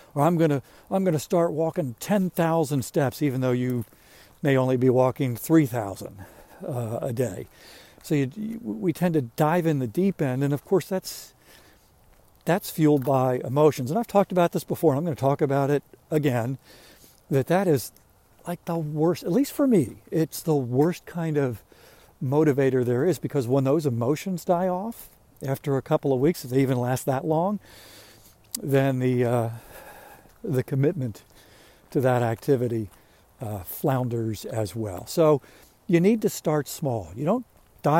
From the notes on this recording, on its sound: During today's ten-minute walk